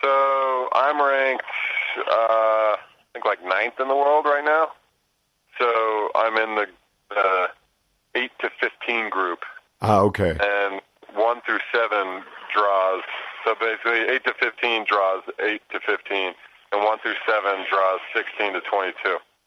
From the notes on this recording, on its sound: checks in from Val Gardena via his Global Star World Phone